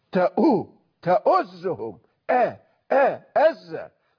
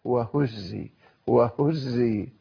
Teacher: والهاء وهي حرف مهموس في سياق اللين واللطف · Shown in: second take